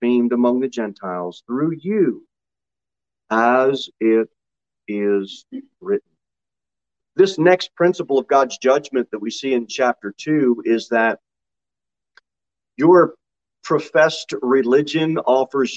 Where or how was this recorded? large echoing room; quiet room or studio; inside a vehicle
large echoing room